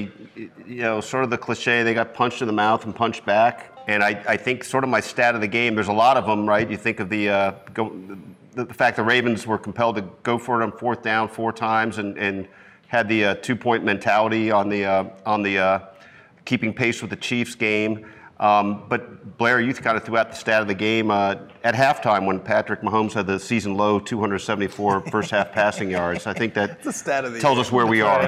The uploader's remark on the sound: This episode was originally recorded as a Facebook Live video at Big O Tires in Blue Springs.